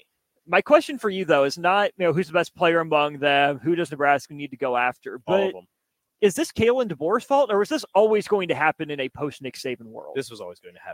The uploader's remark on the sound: LIVE from CHI Health Center